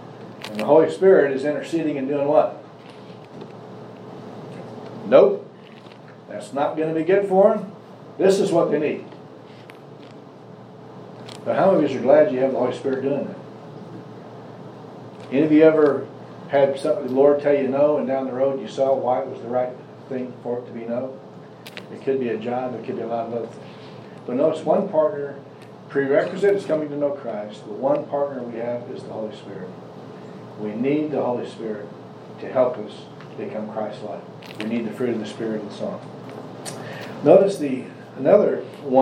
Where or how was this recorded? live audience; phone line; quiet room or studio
live audience